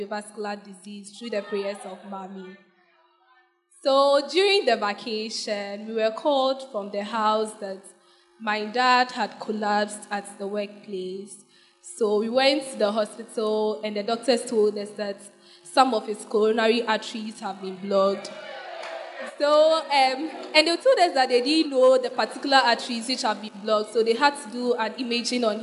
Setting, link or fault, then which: setting, large echoing room